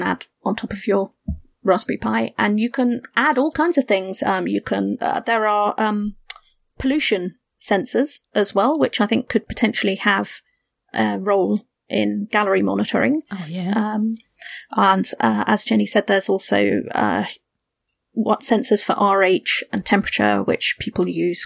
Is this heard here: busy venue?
no